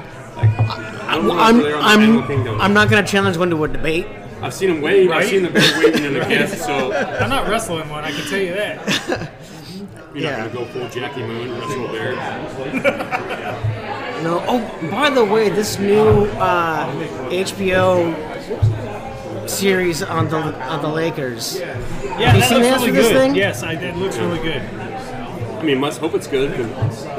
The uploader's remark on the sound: Travel on the road to Revelton Distillery in Osceola Iowa to record live in front of guests and friends. It's an open mic.